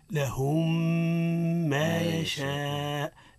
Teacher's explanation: لهم تولي ميم واحدة مشددة ونظهروا فيها الغنة. أي ملا عن الإدغام في مثيلتها مع الغنة. · Term: إدغام الميم في مثيلتها